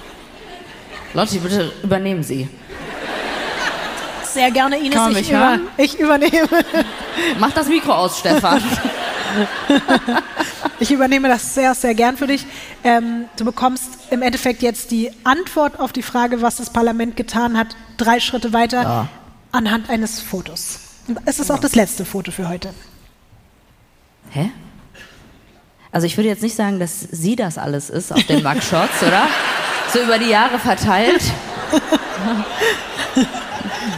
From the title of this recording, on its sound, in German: LIVE in München